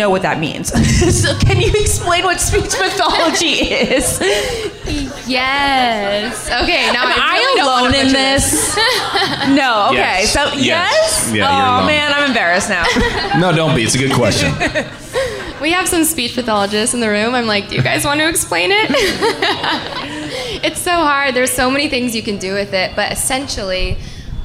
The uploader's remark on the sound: live from Audrey's Coffee House and Lounge in Rhode Island